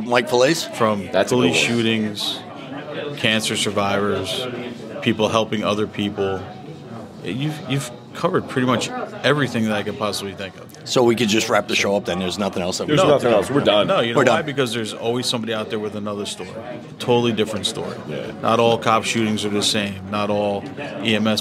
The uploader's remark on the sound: Live Event at Mickeys Bar and Grill. Tonight we are at Mickey’s bar and Grill for our three-year anniversary party and year and celebration.